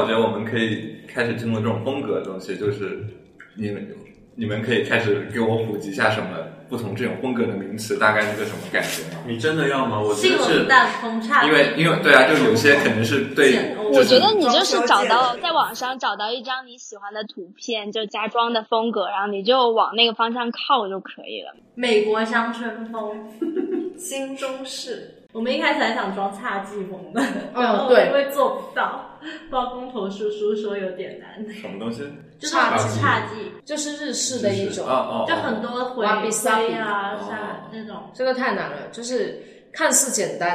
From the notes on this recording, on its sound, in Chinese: 在场还有两位热心听众旁听。由于第一次在实体店里录音，经验欠缺导致音质不佳，场面有些混乱，还请见谅。